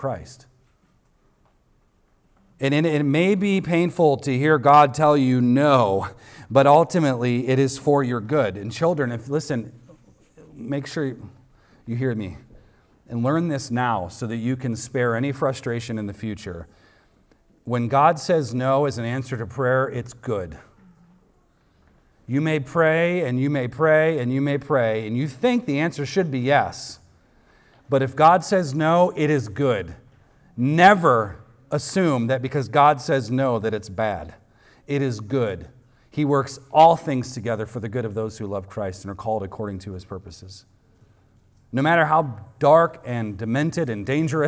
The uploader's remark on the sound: recorded on Sunday, April 30th, 2023, at the weekly worship gathering of Cross & Crown Church